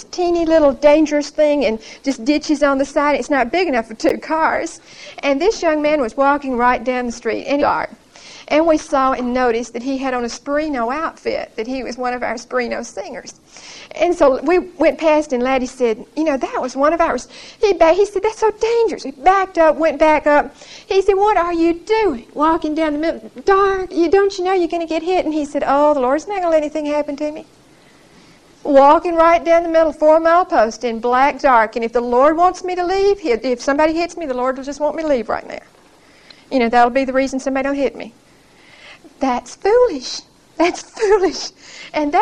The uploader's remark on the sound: Recorded 9/16/1975 at Whitesburg Baptist Church.